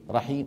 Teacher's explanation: ثم إن العرب كانوا إذا وقفوا على الكلمة المنونة حذفوا التنوين، فإن كان التنوين في كلمة مرفوعة مثل رحيم أو مجرورة مثل رحيم حذفوا التنوين ووقفوا بالسكون